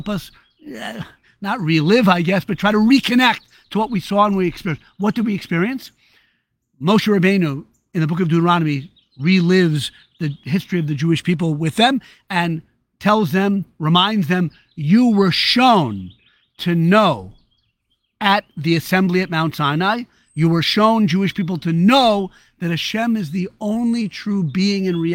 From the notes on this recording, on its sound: recorded live in the Great Outdoors